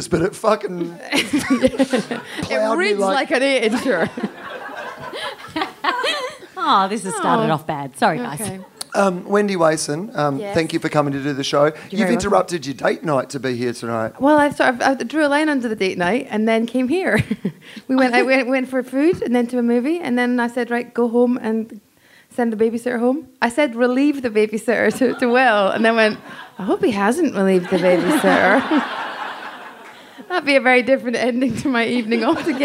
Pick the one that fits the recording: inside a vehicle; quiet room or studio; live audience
live audience